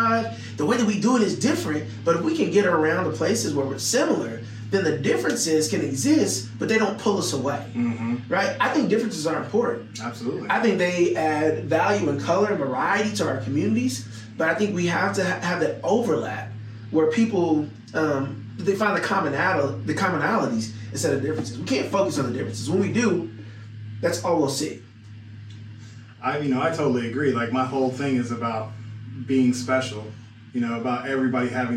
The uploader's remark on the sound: I apologize for the subpar audio but I am glad I was able to grab this conversation from the first video recording because it was a really good one.